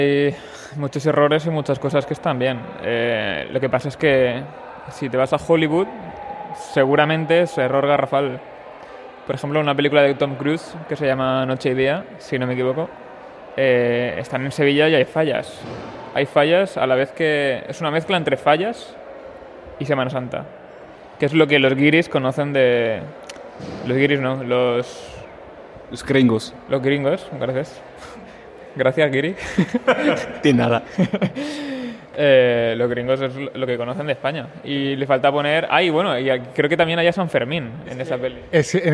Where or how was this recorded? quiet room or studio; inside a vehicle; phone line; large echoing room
large echoing room